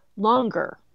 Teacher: if we add an ER to make it comparative, you'll hear the G come back